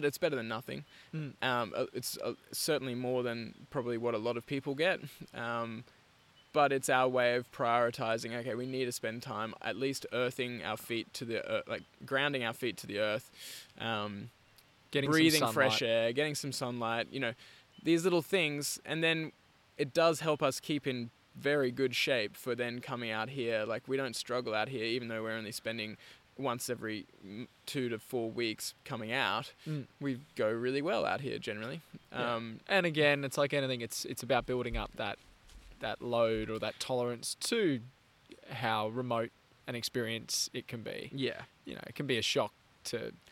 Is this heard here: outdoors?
yes